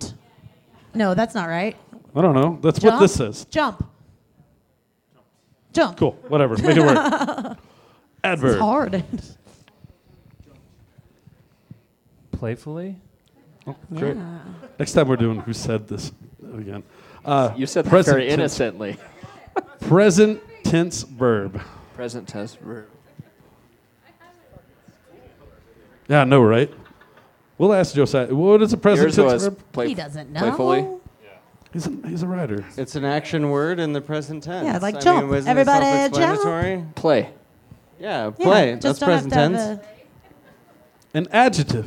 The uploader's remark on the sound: Recorded October 8th, 2015 at Mutiny Information Cafe!